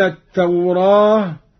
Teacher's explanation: أميلت الألف بعد الراء لوقوعها بعد راء فأشبهت ألف التأنيث